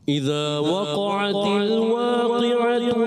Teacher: واو آ جائے، پیش آ جائیں، ہونٹ گول ہو جائیں.